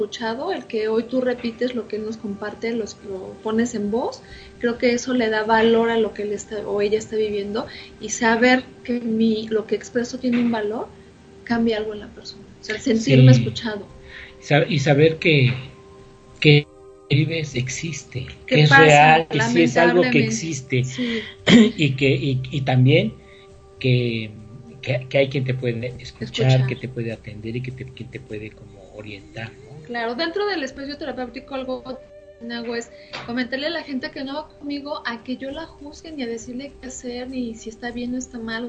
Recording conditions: poor sound quality